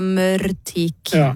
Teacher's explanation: den retrofleksen da, den skjuler på en måte at vi har et sammensatt ord her, for den sluker egentlig slutten av ene stavelsen og begynnelsen av det neste